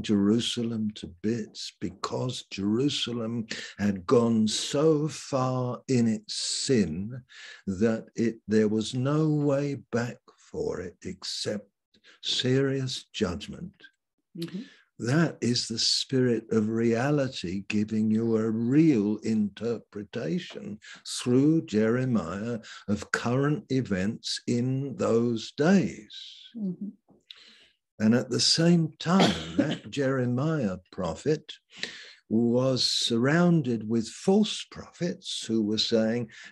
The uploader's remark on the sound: Malaysia Meets (Zoom)